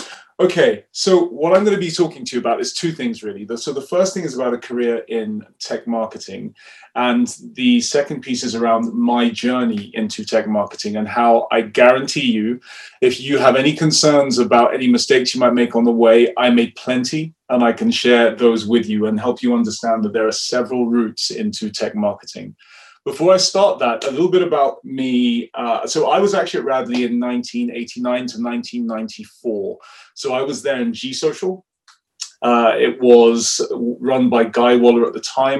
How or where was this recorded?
video call